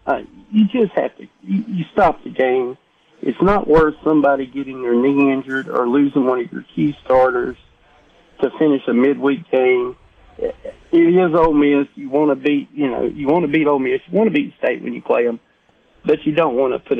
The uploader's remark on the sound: Broadcasting From Ramey Motors In Purvis, Mississippi